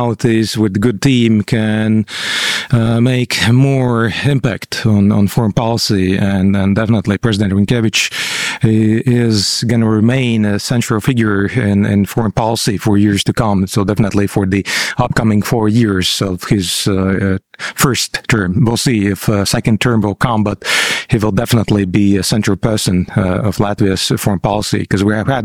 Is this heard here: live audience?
no